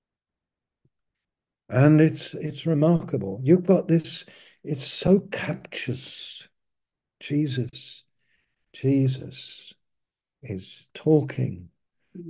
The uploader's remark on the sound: Malaysia Meets (Zoom).